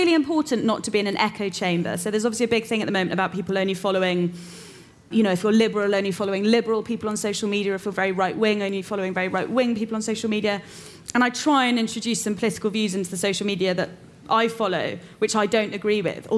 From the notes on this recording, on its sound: It’s another live episode! We’re at The Curiosity Rooms, in collaboration with Google and Selfridges.